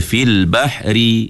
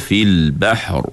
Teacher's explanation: roh tu tebal. Sebab roh tu mati. · Shown in: second take · Jadi kaedah dalam tajwid ni, bila huruf roh mati je, tugas kita kena tengok huruf sebelum.